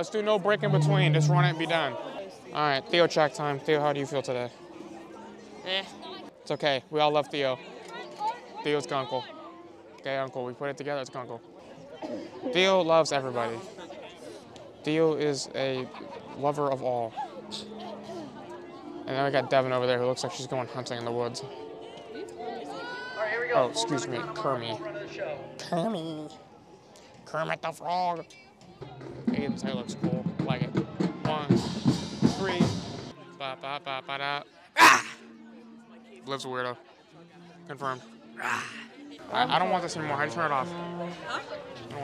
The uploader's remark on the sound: Enjoy these highlights from mic'ed up members of the UNH Marching Band during our 2023-24 Road show!